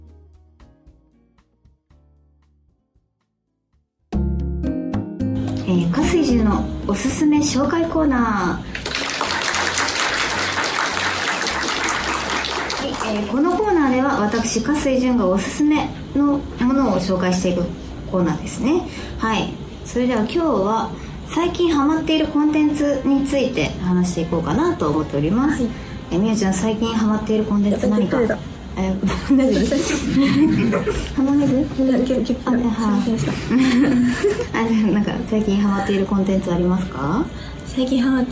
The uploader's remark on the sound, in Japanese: 番組初のコラボ公開収録が開催されました！